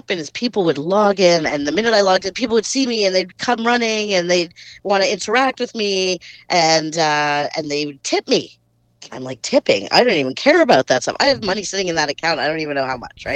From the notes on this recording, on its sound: She called in to talk all about it.